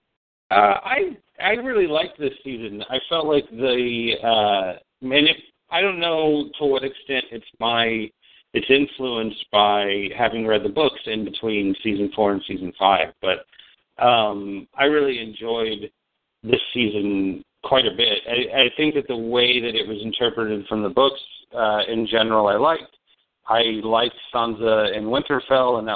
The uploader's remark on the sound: Fan Call